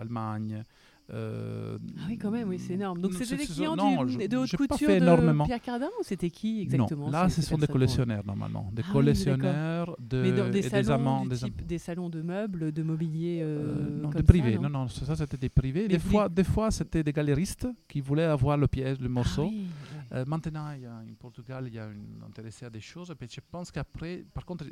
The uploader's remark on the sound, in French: Cet été lorsque le Festival de Lacoste battait son plein, non loin de là, en terrasse du café de la Gare de Bonnieux.